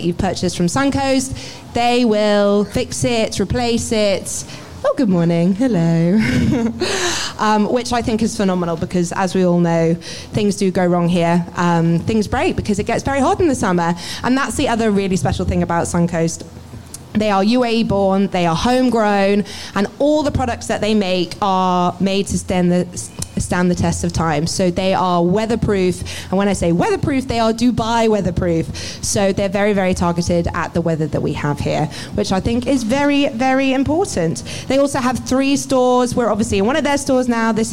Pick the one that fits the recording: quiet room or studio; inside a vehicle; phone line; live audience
live audience